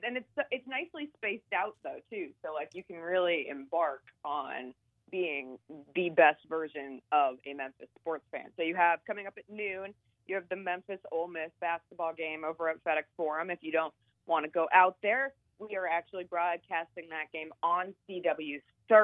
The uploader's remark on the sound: call in for an update